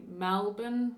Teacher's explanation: instead of saying Melbourne, they say Malbourne. It's more like an A